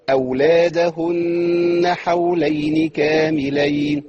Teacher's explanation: في عندنا نون عليها شده دي نقف عليها شويه بغنه